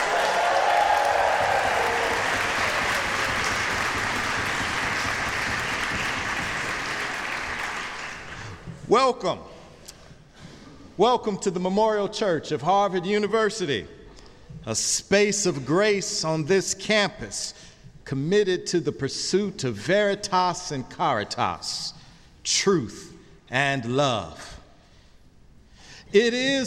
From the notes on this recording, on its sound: at the Baccalaureate service on May 22, 2018, at the Memorial Church of Harvard University